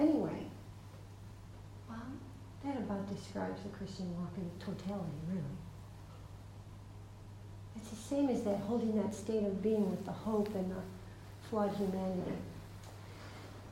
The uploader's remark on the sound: This is a recording of a talk. At Emmaus Retreat Centre, Dublin.